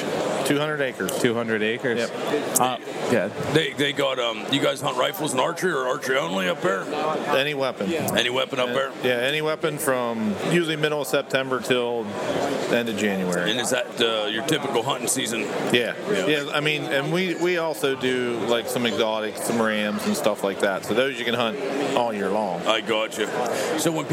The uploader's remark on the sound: We are live from the Great American Outdoor Show 2018 in Harrisburg, Pa. Lets go down to the show floor.